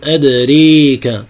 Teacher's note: وترقق الراء كذلك إذا كانت ممالة أو كانت بعد ألف ممالة، في نحو قول الله جل وعلا أدراك، إذا قرأناه بالإمالة فالراء هنا مفتوحة لكن فتحتها تمال نحو الكسرة والألف بعدها تمال نحو الياء، فنقول أدريك وتستوجب الإمالة أن نرقق.